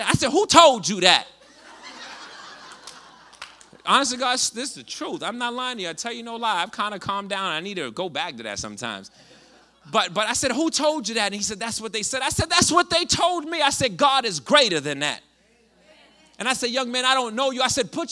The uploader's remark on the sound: Connect Community Church's Sunday Night Live ('SNL') message series is our 'MORE' service.